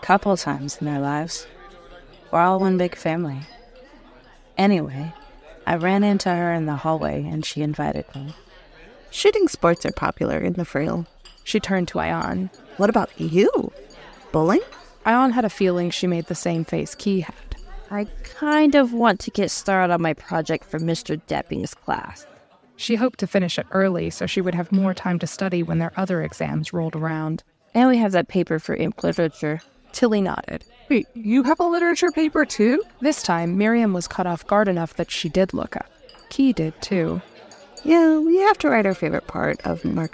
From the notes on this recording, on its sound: Cafeteria ambiance from Ambient Sound Mixer .